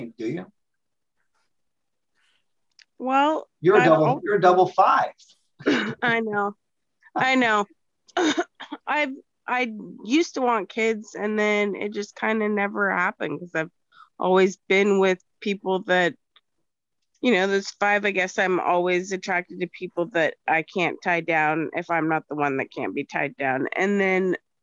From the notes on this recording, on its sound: The shows are now all hosted on Zoom.